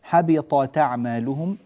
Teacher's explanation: في قوله تبارك وتعالى حبطت أعمالهم، الطاء هنا مفخمة والتاء هنا مرققة، فنحتاج إلى أن نوضح الطاء من التاء حتى لا تأتي التاء مفخمة تأثرا بالطاء.